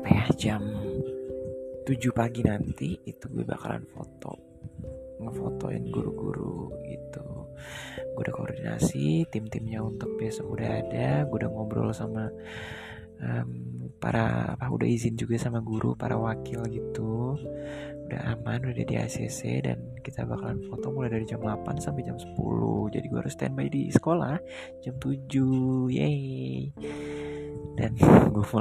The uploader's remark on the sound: sorry for those noises:(